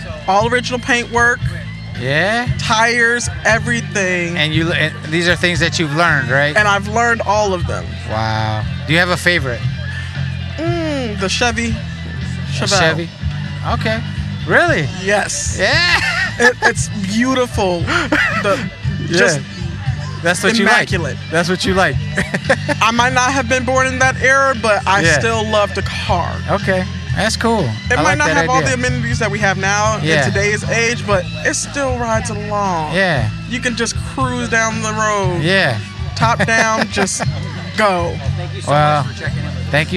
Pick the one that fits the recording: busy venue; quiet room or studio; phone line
busy venue